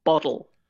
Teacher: It's kind of like a rapid D. It's not a D, but it's a more rapidly said D · Term: a flap or a tap